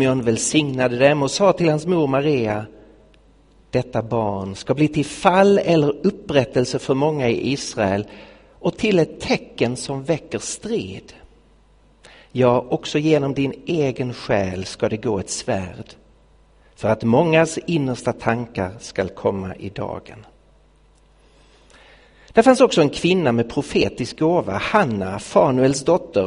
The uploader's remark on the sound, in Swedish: Inspelad i Betlehemskyrkan i Stockholm 2016-01-31.